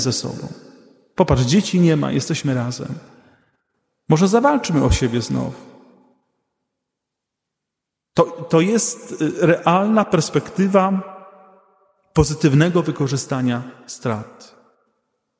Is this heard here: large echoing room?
yes